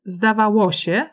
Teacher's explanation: Przykładem drugiego rodzaju zestroju jest zdawało się, które akcentowano na ło. · Term: akcent paroksytoniczny